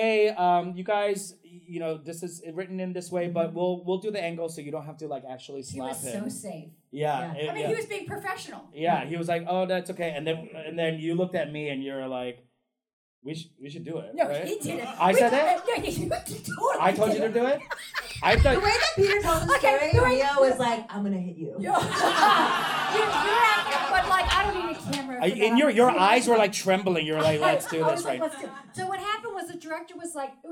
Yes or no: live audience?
yes